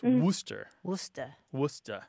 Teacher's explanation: two syllables that sound alike that are back-to-back kind of just become one syllable · Term: haplology